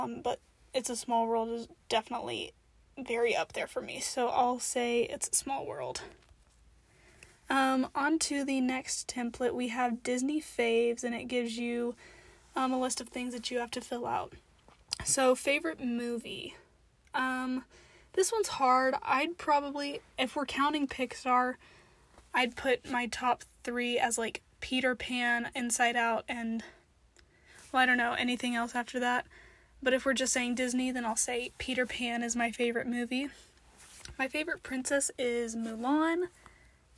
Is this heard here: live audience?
no